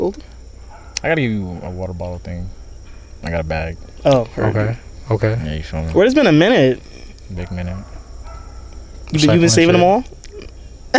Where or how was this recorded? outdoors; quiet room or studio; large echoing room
outdoors